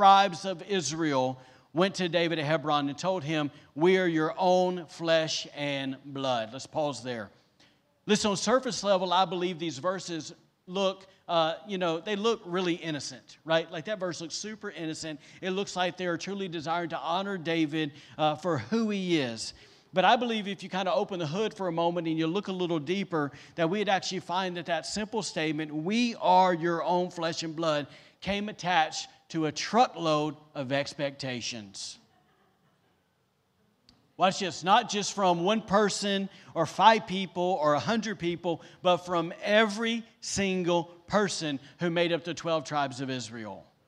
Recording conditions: large echoing room